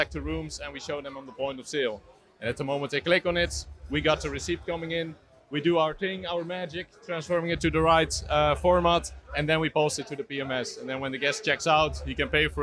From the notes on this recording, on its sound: Event Season Recap from Montreal. Filmed on location in Montreal during Lightspeed Oxygen Summit!